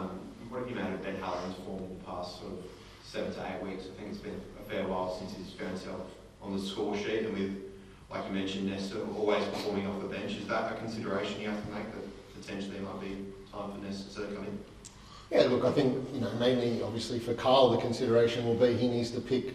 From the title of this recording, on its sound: press conference